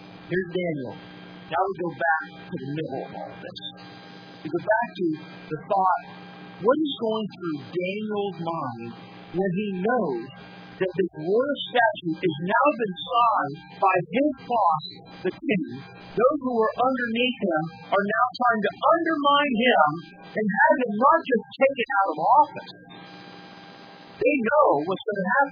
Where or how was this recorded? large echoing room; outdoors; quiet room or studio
large echoing room